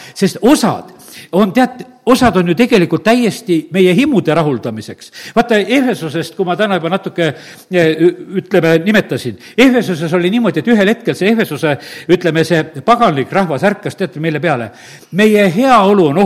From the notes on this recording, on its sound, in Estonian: Audio salvestus koosolekult